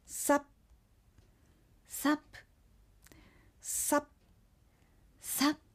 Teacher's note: 英語のように息を出してはっきり発音するのではなく、息を出さず発音されるため聞こえないこともあります。